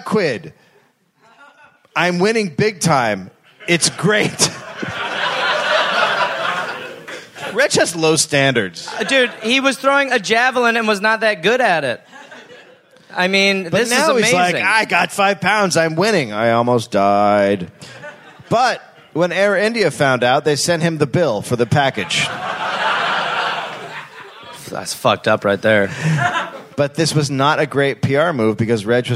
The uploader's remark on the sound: recorded live in Perth